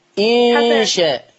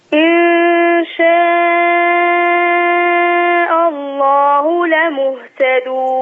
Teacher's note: غنة الإخفاء اللي هي النون عند الشين